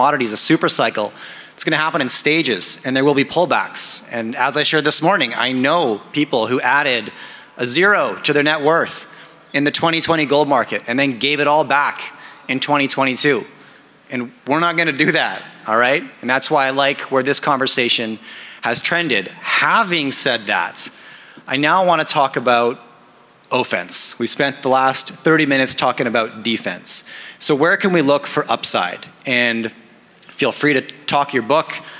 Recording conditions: busy venue